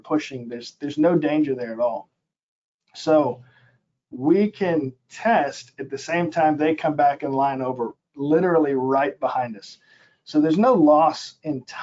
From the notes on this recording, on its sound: This is an audio version of the FGI webinar.